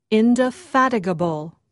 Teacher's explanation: Just remember that the stress is on the third syllable